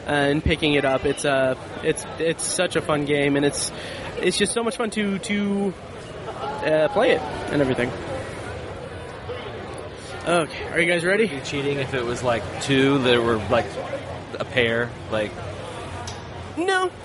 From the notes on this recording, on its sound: Recorded Live at Indy PopCon 2017. Chat with other vendors and our convention friends.